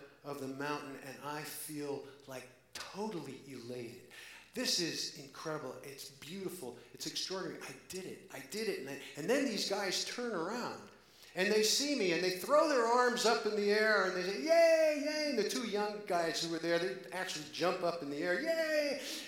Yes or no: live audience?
yes